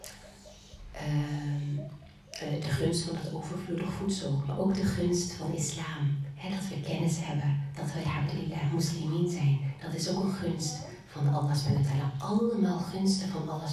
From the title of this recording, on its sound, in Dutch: Live lezing